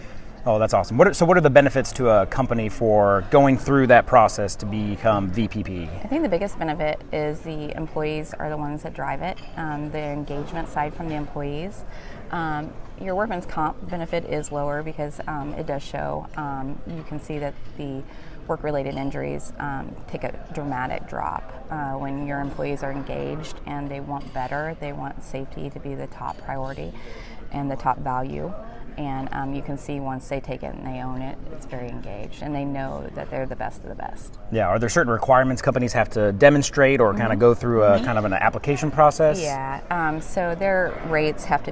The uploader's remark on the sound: Broadway Ergonomics had the opportunity to participate in the Region 7 VPPPA conference this past June held in Branson, Missouri. As part of our exhibitor booth, we interviewed attendees of the conference for the podcast.